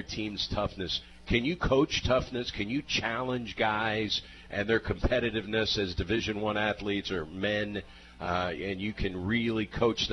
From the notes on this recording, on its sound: Live from Wings ETC!